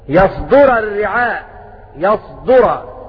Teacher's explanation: بفتح الياء وضم الدال